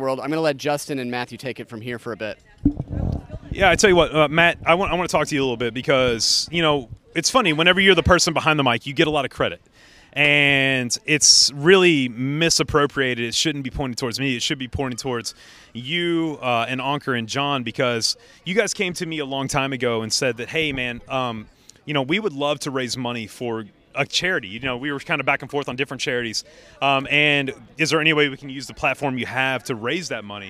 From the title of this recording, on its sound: RunDisney Live from the Boardwalk